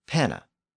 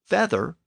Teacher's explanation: And we see that the P sound from Latin, which was inherited from the earlier Indo-European language, has shifted to an F sound in the Germanic word feather · Term: P to F sound change